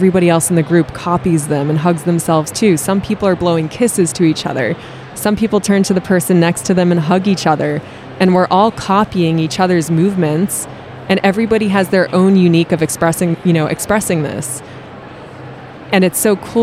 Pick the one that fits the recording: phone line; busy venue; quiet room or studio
busy venue